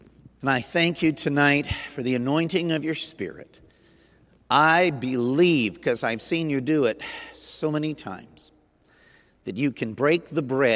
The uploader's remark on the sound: Sunday Night Recorded at Southtowns Christian Center.